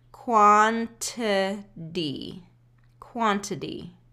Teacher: the first T has actually a T pronunciation, and the second T has a D pronunciation · Term: tap T